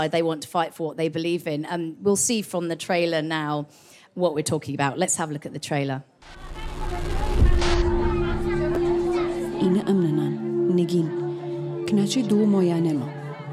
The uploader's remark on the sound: Girls On Film live at Karlovy Vary International Film Festival. Karlovy Vary International Film Festival 2023, where Girls On Film recorded an episode with an audience of festival goers.